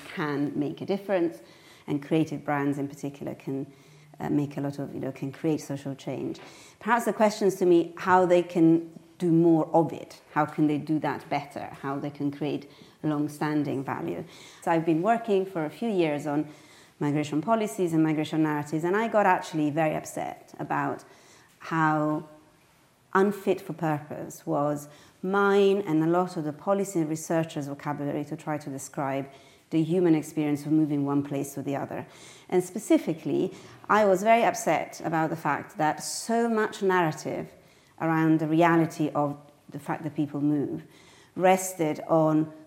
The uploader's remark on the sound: Today's episode was recorded during the last Milano Design Week in a panel discussion in partnership with Highsnobiety and Moleskine